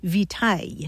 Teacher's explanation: along the way it lost that hard C sound, so it sounded more like vitaille